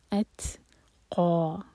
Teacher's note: وسیجنبھا الاتقا تا پر ہمس ہوگی، تا پر سکون ہے تو سانس جاری رکھیں گے تا پر. اتقا قا منہ بھر کر، قاف ہیوی لیٹر ہے اور دو حرکہ لمبا کریں گے